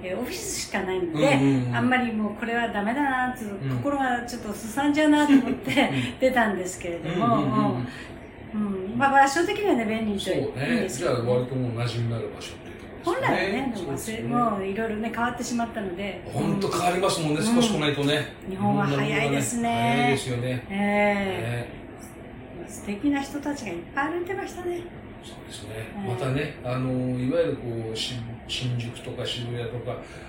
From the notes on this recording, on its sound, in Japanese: 妙齢の男女二人が密室に！ノイズが多いので リスナーさんでイコライザーを上手く調整してお聴き頂けると幸いです。